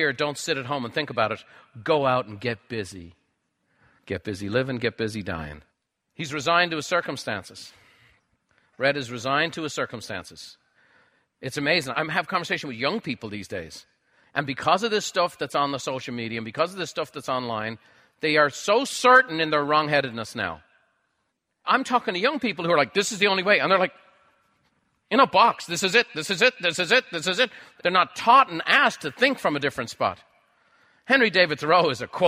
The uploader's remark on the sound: A live recording from a recent Buffini & Company event.